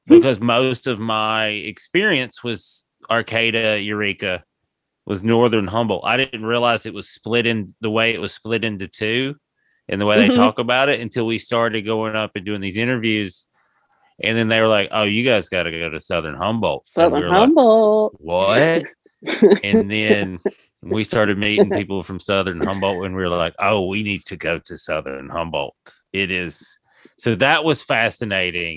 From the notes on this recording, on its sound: zoom with the hilarious and thoughtful comedian